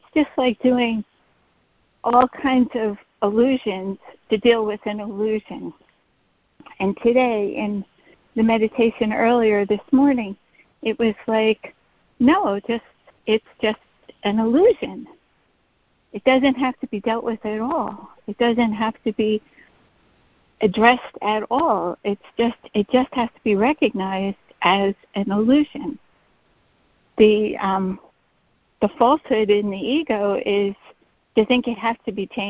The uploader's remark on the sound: ACIM Daily Conference Call